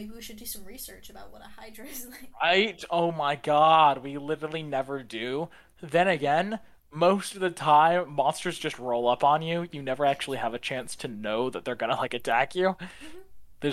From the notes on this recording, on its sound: This episodes audio is balanced terribly.